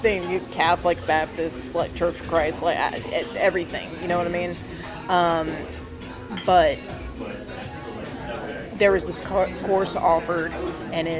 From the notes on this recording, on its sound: on location at a restaurant!